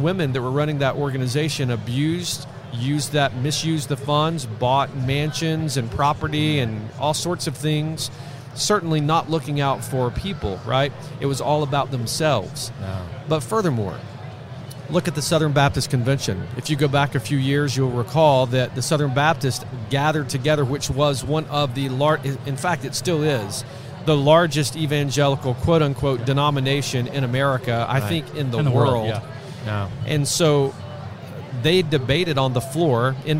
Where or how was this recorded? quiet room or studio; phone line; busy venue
busy venue